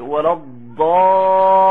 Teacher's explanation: اكبر مثال على كده لما تيجي تقول ايه، ولا الضالين، الهوا انضغط جوه ما بين وسط اللسان والحنك الاعلى · Term: التفخيم